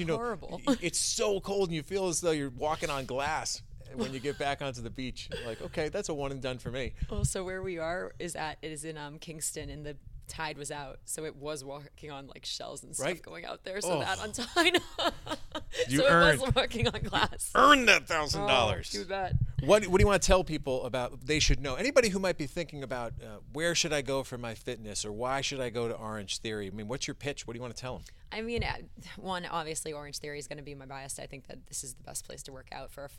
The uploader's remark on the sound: catch up after a very tough workout at Orangetheory Fitness in Islington Center